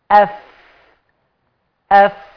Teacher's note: الفاء اف بص للصورة، أف أف، الأسنان نازلة على الشفة، أف أف، أطراف الثنايا العليا نازلة على باطن أو بطن الشفة السفلى، أف أهو، ده مخرج خاص للفاء، مخرج خاص للفاء، أف أف أف، مخرج خاص للفاء.